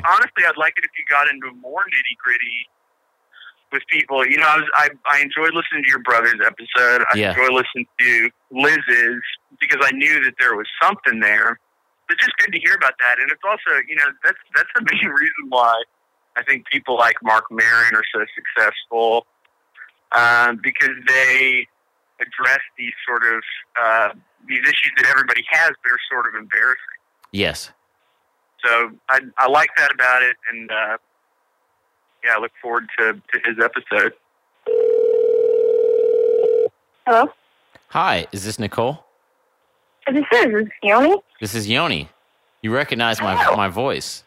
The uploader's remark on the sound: Listeners' Calls. This is the second half of the phone calls.